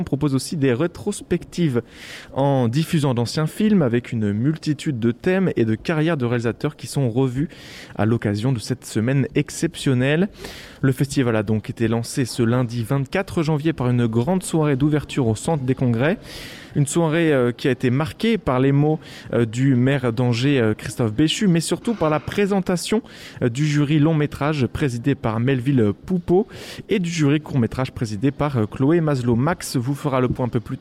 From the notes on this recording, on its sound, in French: Nous étions en direct du festival Premiers Plans – Angers Film Festival , au Centre des Congrès d’Angers. Un Sous-Marin en direct du festival Premiers Plans.